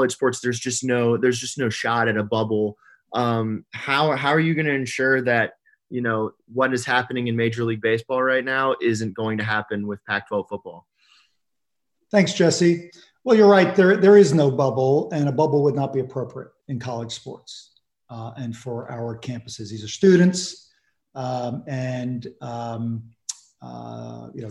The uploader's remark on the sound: The Pac-12 Conference held a ZOOM press conference